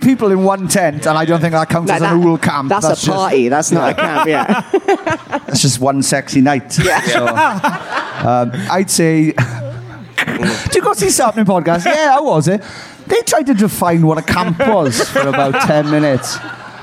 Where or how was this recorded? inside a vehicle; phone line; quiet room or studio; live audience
live audience